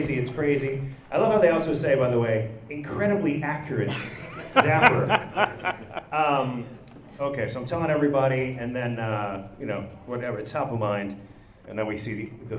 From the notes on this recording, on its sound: L.A. Comic Con Panel. It was a packed house and a great crowd. We cleaned up the audio the best we could but it was recorded in an open room so don’t expect studio-quality sound lol!